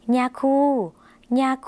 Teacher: ย่อยุ่งในภาษาลาวออกเสียงขึ้นจมูกนะคะ